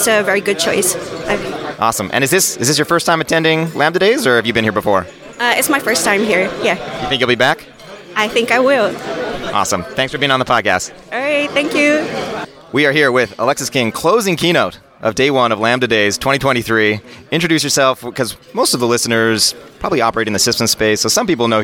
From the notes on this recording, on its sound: interviews speakers & attendees live from Lambda Days 2023!